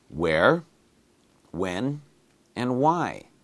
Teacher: Now, when you say those words, you don't hear the H. They're spelled W-H. · Term: H that is silent